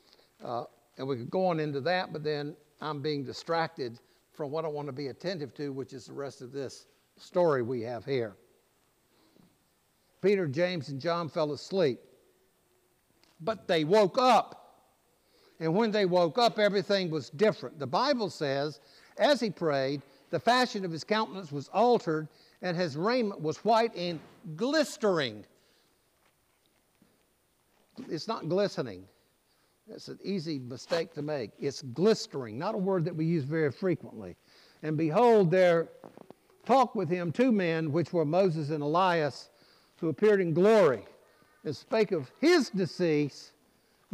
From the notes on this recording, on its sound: preached at All Saints Anglican Church in Charlottesville, VA on August 6